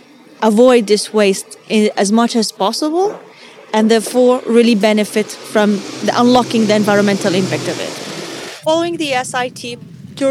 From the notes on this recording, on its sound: The EIB Institute’s Social Innovation Tournament. Live from the event in Stockholm.